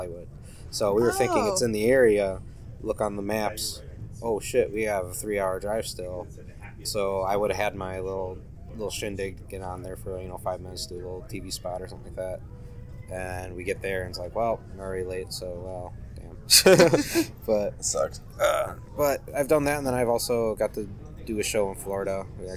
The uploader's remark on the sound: I apologize for the mixing, but we were on a stage, and my dumb-ass forgot to bring stuff to use more than one mic.